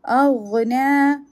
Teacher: aghna ghain has rakhawa and it is a heavy letter rakhawa means you will continue your sound for a while